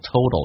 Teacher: 要能听懂 total 这个单词，第二个 T 要在美语当中要浊化